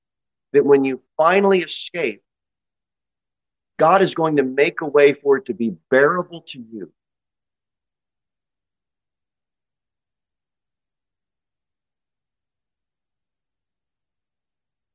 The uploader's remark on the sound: Sermon delivered at Pilgrim Baptist Church on Sunday, March 5, 2023, at 6:15 pm. Jere Whitson Rd.